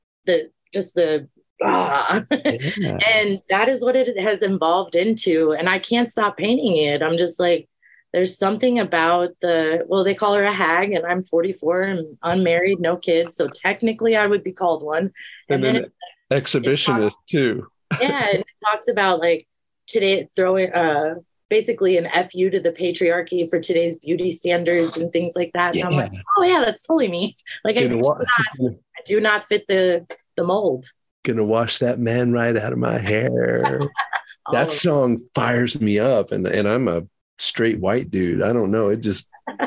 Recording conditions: video call